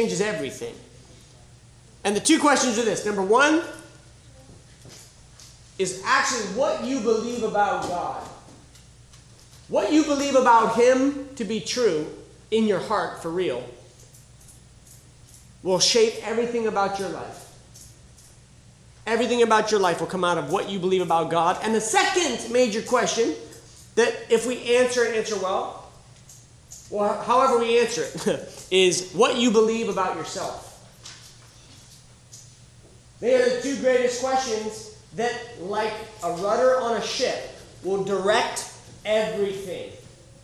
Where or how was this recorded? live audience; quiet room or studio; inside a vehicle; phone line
live audience